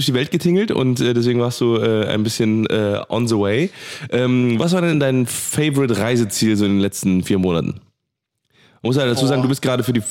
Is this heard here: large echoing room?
no